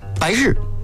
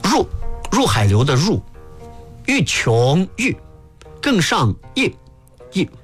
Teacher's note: 这几个入声字一定要读得短，短短是指时长